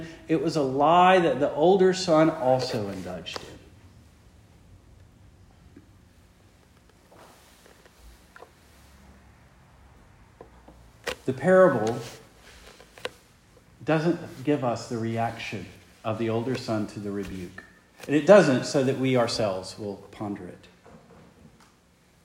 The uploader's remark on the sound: Preached the morning of November 5, 2023, for the Heidelberg Presbyterian Church in Heidelberg, Mississippi.